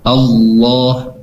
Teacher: Nah, lahnya ini dibaca tebal, tidak boleh dibaca la. Kenapa? Dikarenakan ketika ada fathah bertemu dengan lafaz jalallah itu dibacanya tafhim tebal.